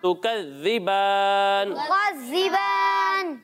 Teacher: ذال میں سیٹی کی آواز نہیں آئے گی